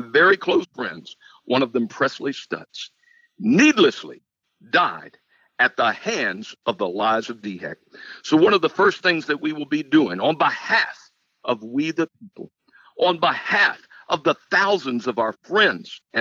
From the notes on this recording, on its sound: In this episode we have a phone interview.